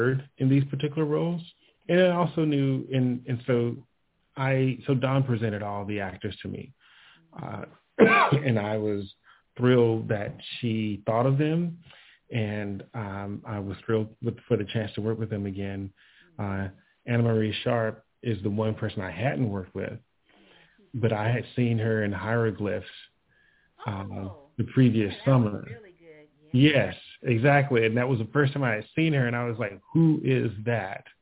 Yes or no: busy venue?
no